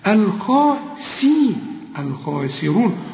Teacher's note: الخاء عالي قوي، أول درجات التفخيم، شوف، وبعدين السين رؤيئة قوي ومكسورة أكثر رقة، الخاسين، الخاسرون، وبعدين الراء ثالث درجات التفخيم، الراء المضمومة، الخاسرون.